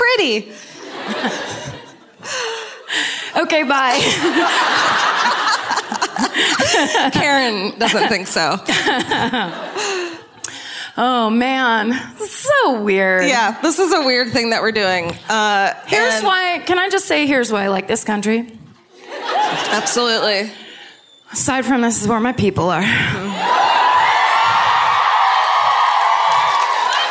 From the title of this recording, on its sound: Live at Vicar Street in Dublin